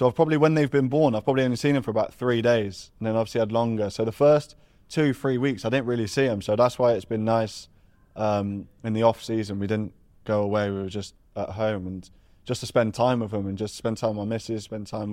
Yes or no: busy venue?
yes